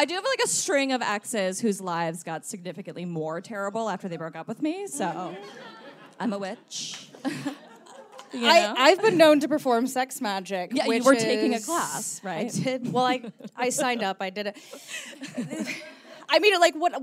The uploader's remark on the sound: Performed a live show at Caveat in New York City.